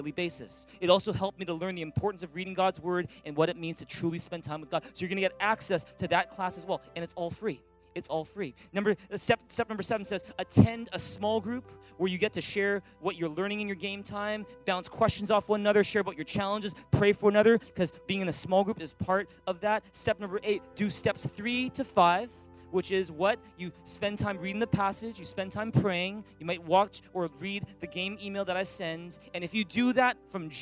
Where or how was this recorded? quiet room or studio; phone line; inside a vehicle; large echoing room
large echoing room